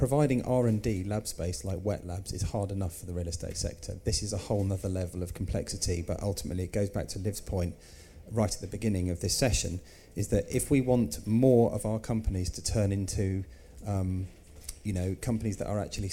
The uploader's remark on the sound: recorded live at MIPIM in Cannes